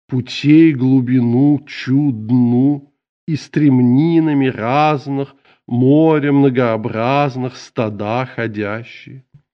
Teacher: тщательно продуманная вокалическая структура, например, повторение фонем «у» и «а»